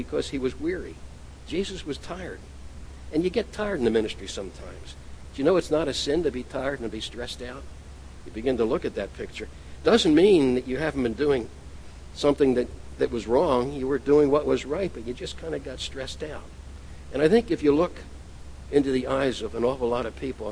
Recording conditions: large echoing room